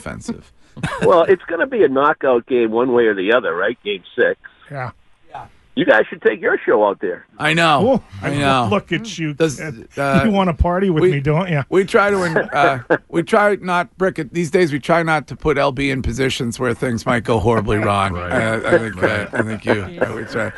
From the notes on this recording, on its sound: calls into the show